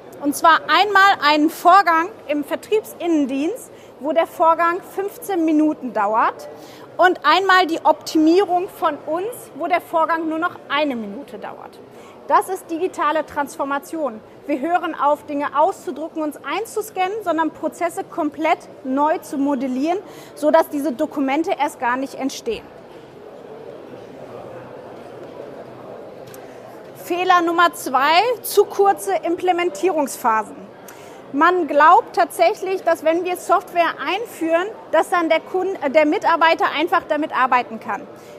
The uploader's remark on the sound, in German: Live auf der MOW 2023